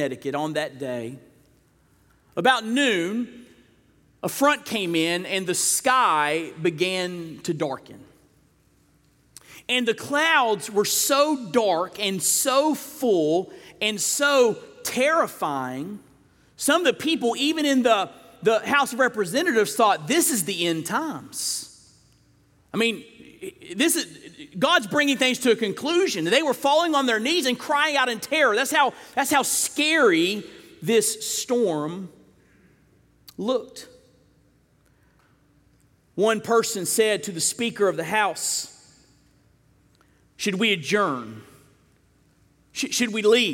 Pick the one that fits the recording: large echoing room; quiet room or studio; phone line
large echoing room